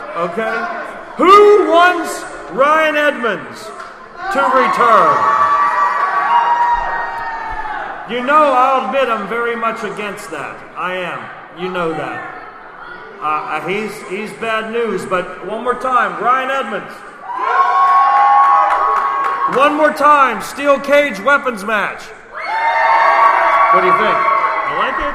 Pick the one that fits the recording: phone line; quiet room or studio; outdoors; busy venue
busy venue